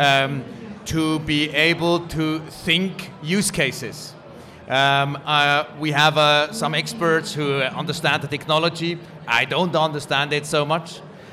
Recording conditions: busy venue